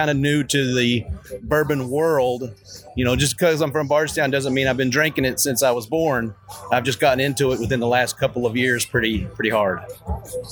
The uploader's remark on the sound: Makes his way through the 2021 Bourbon Festival in Bardstown Kentucky. Roadies, attendees and bourbon royalty shout out high praises.